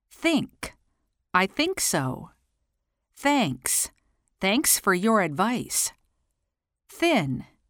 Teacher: Voiceless th at the beginning of a word.